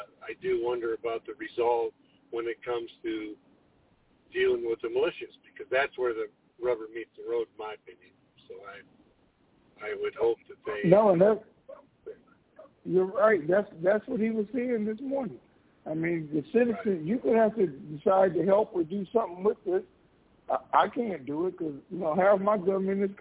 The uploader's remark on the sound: Conference Call